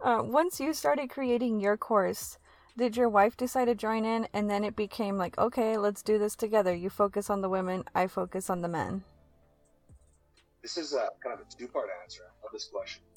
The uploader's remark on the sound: Just wanna preface by apologizing for any of the audio issues with this episode...